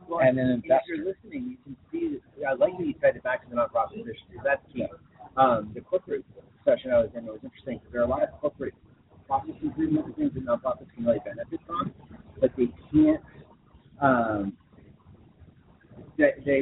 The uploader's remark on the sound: LIVE from BBCON 2015 - The Blackbaud Conference